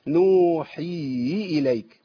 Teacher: بس خد بال حضرتك من اختفاء حرف الهاء